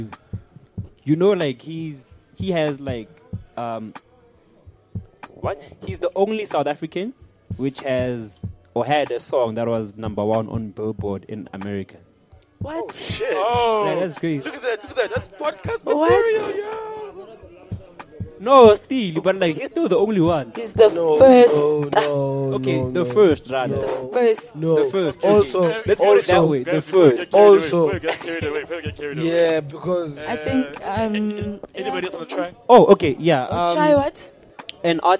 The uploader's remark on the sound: we found this recording that we made during The Kulcha Market in May 2022